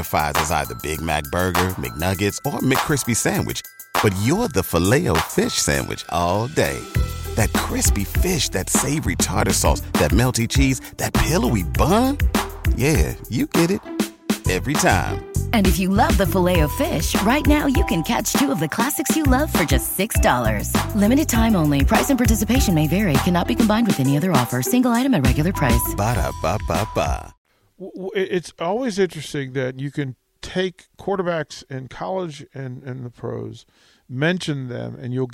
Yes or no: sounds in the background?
no